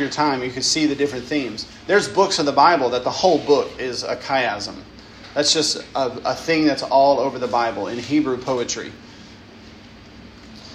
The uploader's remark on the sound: lecture given at Christ Church Academy